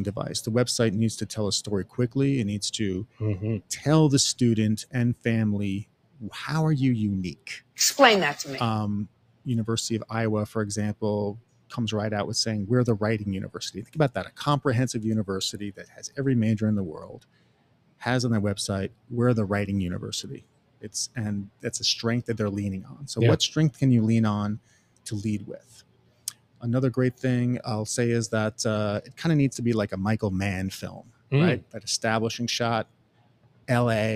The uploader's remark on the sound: LIVE From Element451's 2023 ENGAGE Summit. In Raleigh, North Carolina.